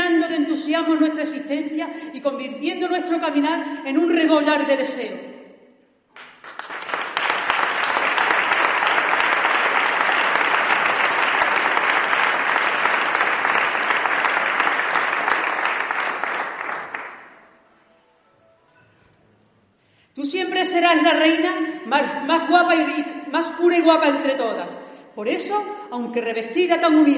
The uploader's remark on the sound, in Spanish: AUDIO grabado en DIRECTO. En la Iglesia de El Carmen y emitido en LA RADIO.